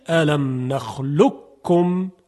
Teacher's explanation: اینجا قاف در کاف ادغام میشه